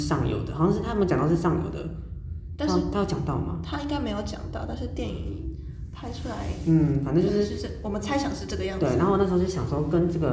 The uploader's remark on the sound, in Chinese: 回音較大，請見諒